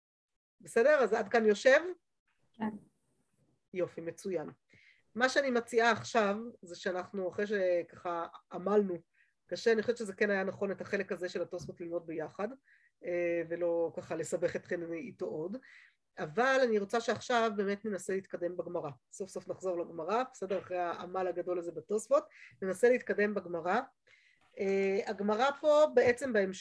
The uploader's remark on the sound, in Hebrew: השיעור הועבר והוקלט בזום. בישוב לשם.